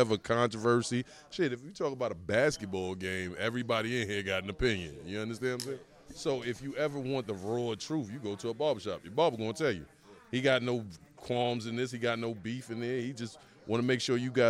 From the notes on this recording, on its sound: This episode of The biGGz Show was recorded at Guerreros Barbershop located Sand Lake Rd Suite 14, Altamonte Springs, FL 32714.